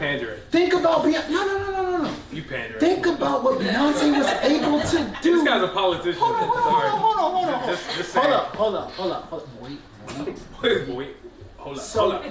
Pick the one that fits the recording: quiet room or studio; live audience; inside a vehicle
live audience